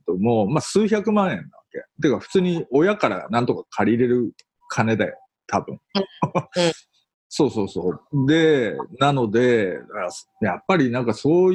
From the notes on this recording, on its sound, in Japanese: 今回の収録はビデオ会議サービス「ZOOM」を使用し。一部聞き取りづらい箇所があります。